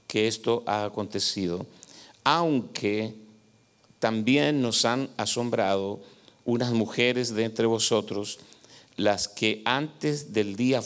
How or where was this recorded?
large echoing room